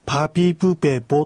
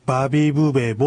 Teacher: 旭川の言い方ではパーピープーペーポという音が、時々バービーブーベーボという濁音に聞こえる